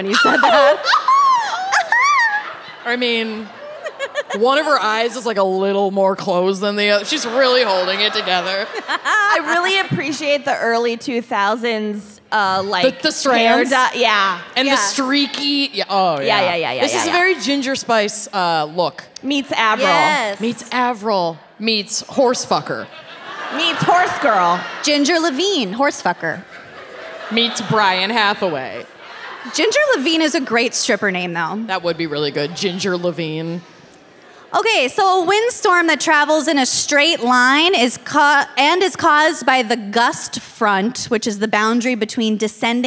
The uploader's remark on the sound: LIVE from Thalia Hall